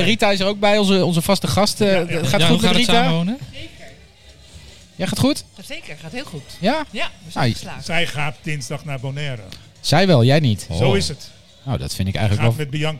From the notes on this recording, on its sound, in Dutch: De Mannetjes zijn terug, en ze zijn op kroegentocht! Live vrijmibo vanuit het legendarische Diner-Café Soestdijk.